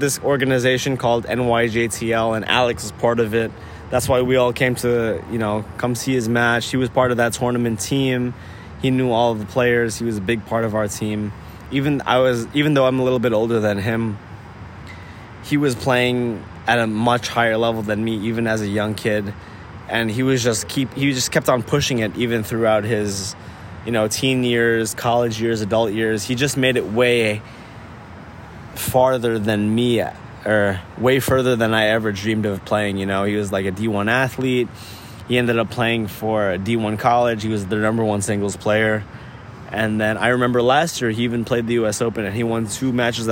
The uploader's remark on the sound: Recording at the US Open Grandstand stadium, it's a special one.